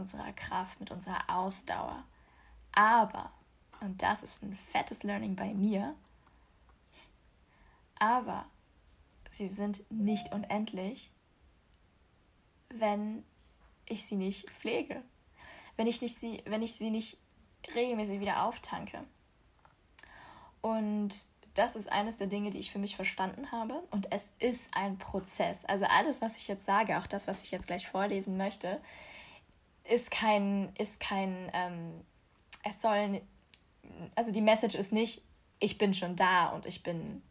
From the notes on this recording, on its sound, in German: Normalerweise hätte ich die Aufnahme vielleicht nochmal gemacht, weil ich vergessen habe, meine Benachrichtigungen am PC auszuschalten und sie im Hintergrund zu hören sind. Normalerweise hätte ich mir auch vielleicht erstmal ein gescheites Mikrofon besorgt, statt einfach mein Handy für die Aufnahme zu nehmen.